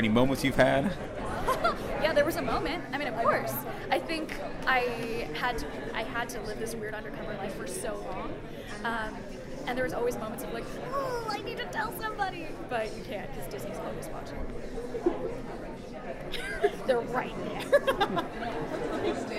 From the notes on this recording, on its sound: LIVE: The Last Jedi Press Row CAST INTERVIEWS at Star Wars at Star Wars Celebration! Apologize for the mic picking up a little breathing, the reporter next to me was slightly ahead of me and VERY close to my mic!